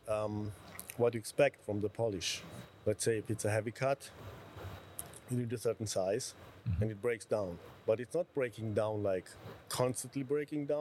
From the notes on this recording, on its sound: in a special podcast recorded in Frankfurt at Automechanika 2022